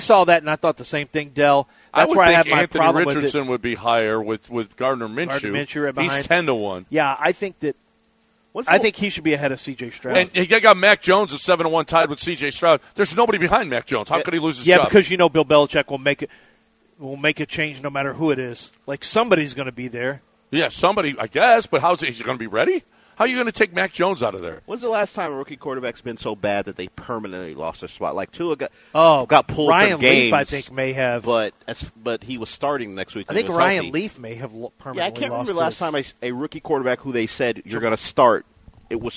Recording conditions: busy venue